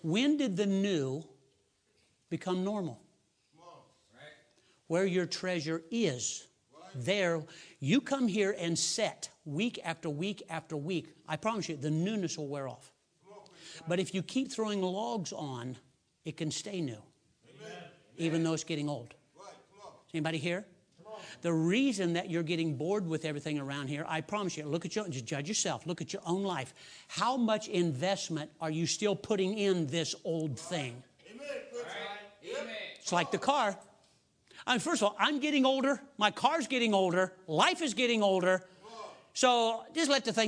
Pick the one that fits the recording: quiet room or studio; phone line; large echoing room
large echoing room